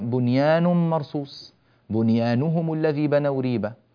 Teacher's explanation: كلمة بنيان كيفما جاءت في القرآن نونها لا تدغم في الياء